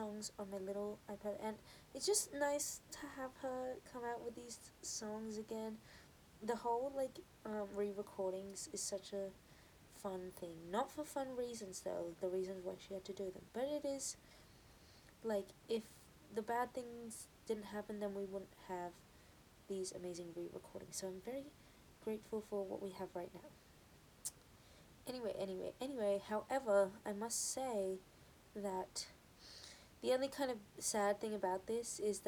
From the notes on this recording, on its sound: Excuse the sound quality.